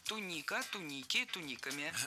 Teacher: Ударение в этом слове падает на второй слог во всех формах.